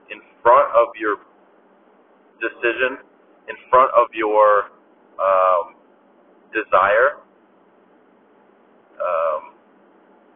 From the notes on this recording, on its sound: I sound like im calling from a jail cell but i assure you i am not! I apologize for the audio quality.